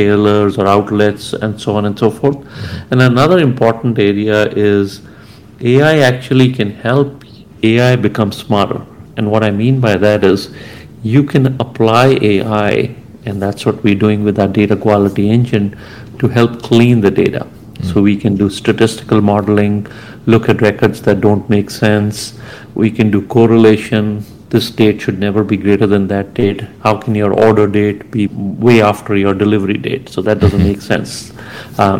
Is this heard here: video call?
no